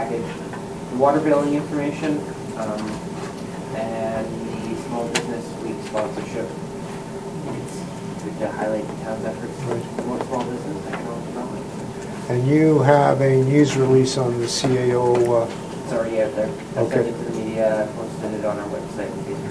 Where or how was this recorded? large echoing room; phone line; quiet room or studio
large echoing room